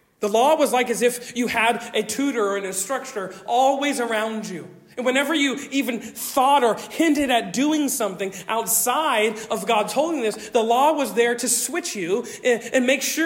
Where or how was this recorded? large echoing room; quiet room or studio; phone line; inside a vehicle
large echoing room